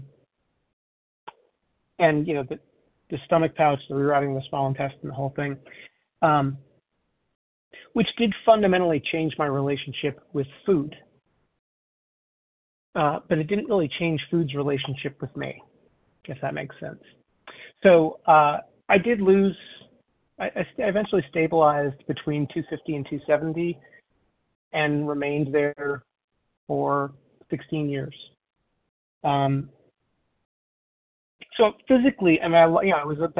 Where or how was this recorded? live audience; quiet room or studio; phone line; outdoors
phone line